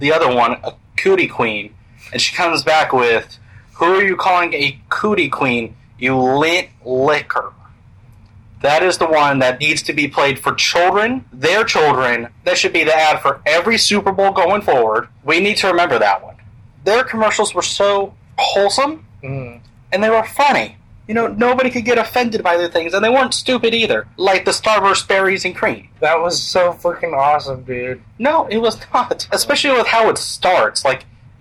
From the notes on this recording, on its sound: Sorry for the audio quality.